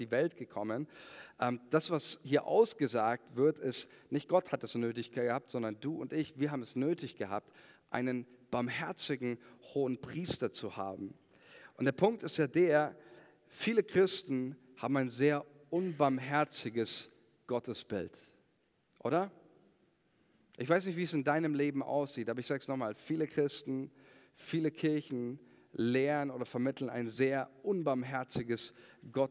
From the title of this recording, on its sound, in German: Sonntagsgottesdienst